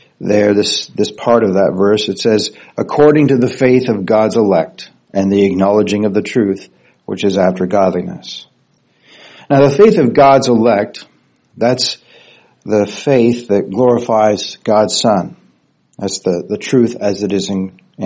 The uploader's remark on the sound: Recorded Sunday morning, May 21st, 2023 at Sovereign Grace Church in New Caney, Texas USA.